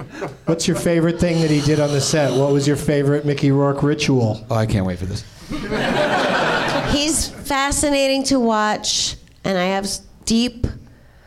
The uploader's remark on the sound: Live from the NerdMelt Showroom in Los Angeles